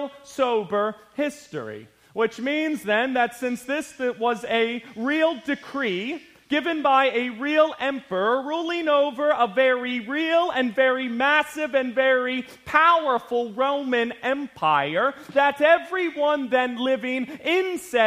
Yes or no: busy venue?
no